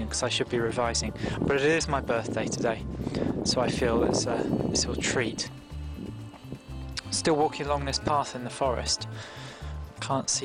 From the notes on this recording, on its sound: A lot of which was recorded in the woods in the Animal Council Clearing.